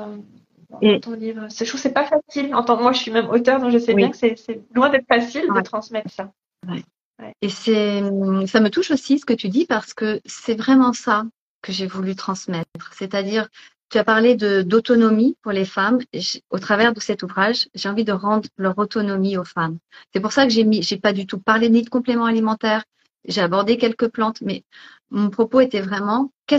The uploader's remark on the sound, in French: il s'agit d'une rediffusion d'un live Instagram